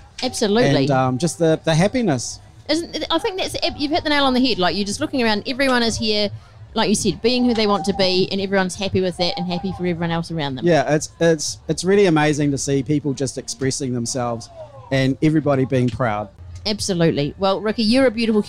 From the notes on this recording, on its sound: live at Big Gay Out 2023